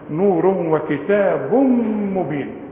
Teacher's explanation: تنوينه بعد ميم ادغام كامل بغنة